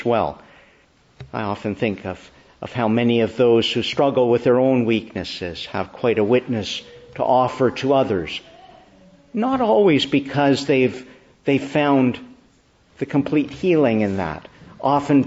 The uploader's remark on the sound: May 14, 2022 Morning Service. Preached in the Church of the Annunciation of the Blessed Virgin Mary, Ottawa.